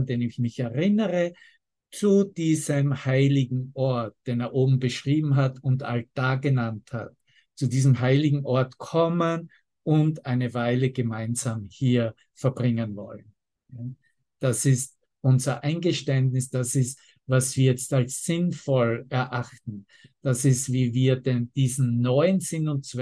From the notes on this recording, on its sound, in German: Zoom-Session. Veranstaltet von der Aleph Akademie.